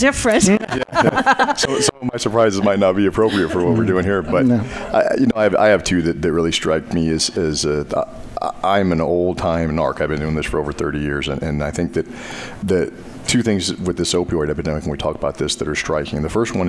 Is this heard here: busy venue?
yes